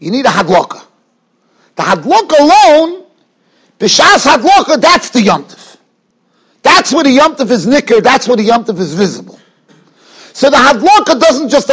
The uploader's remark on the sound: Shiur recorded in Yeshivas Ohr Reuven, Monsey, NY.